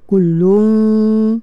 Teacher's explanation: Dan qaf pula sifat dia isti'ala, ya. Isti'ala kena tebalkan.